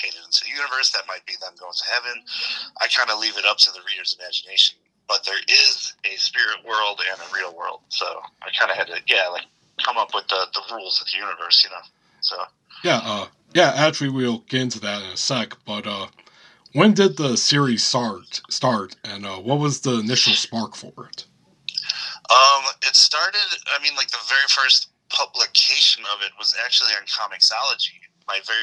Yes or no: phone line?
yes